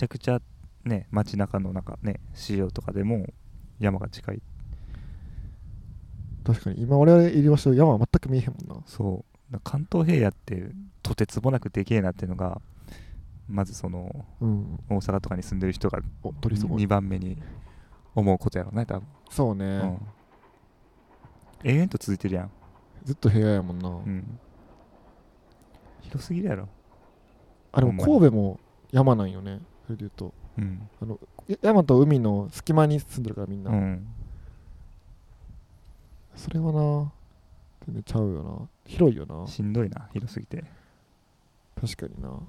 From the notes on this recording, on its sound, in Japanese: 今回は河川敷収録